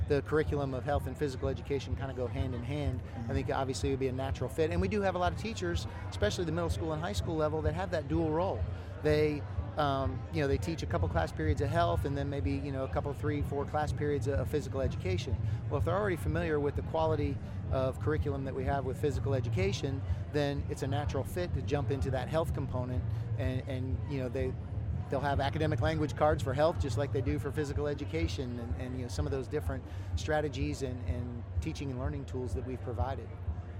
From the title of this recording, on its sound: Live from SHAPE Nashville Day 3